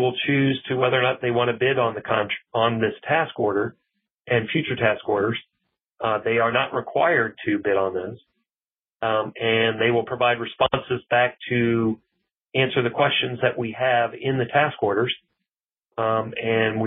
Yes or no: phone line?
yes